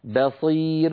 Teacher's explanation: الباء مرققة لا نقول با